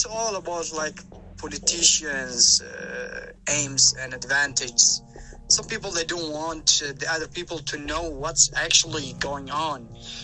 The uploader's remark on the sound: In this recording I had a talk with my friend in Yemen. Calls are blocked but we could record it with voice messages on WhatsApp.